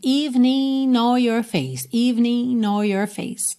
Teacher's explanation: Uma coisa interessante aqui, esse evening termina em G, mas o G não é pronunciado. Muitas gravações já ligam o N de evening, o N final de evening no or your face.